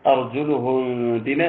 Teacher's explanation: ميم ساكنه ادي بعدها حرف الباء، خدوا بالكم، ويكون حكمها الاخفاء مع الغنه